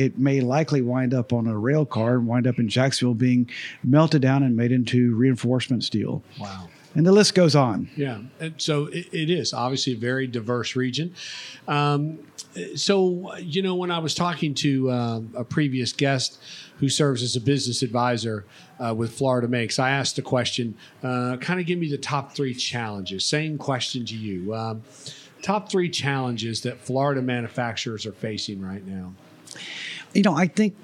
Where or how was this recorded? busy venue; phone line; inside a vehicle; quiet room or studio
busy venue